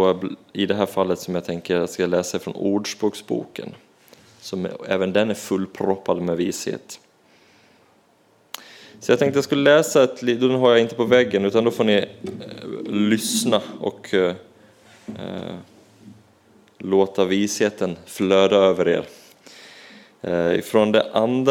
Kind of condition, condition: setting, large echoing room